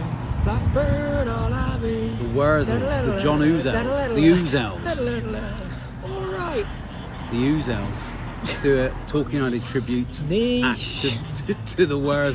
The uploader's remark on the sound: Live from Maidstone. This week's truncated (due to holiday) episode comes live from a pub in Maidstone...